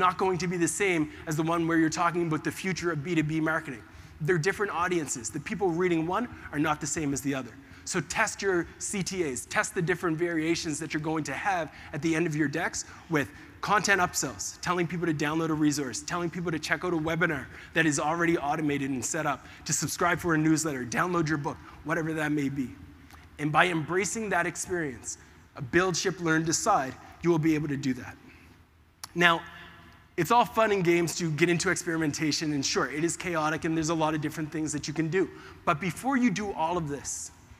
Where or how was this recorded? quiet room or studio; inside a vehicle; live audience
live audience